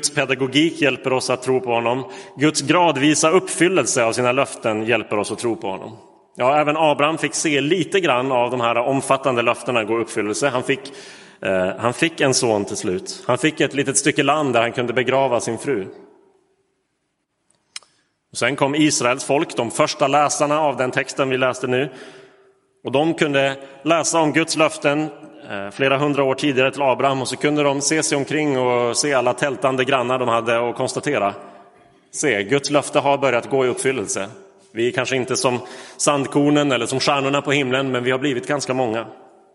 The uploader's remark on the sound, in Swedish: Inspelad i Roseniuskyrkan den 23 oktober 2022.